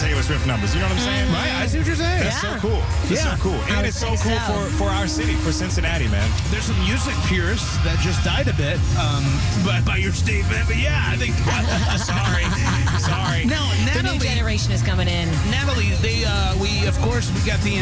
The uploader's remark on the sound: we broadcasted live from The Banks for the Tay-gate